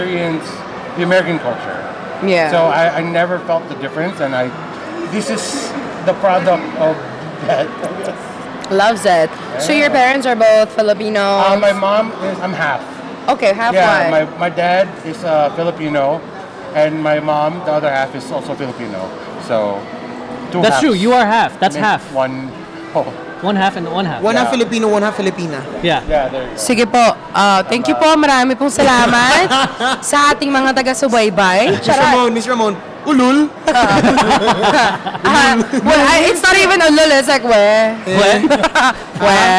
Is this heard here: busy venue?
yes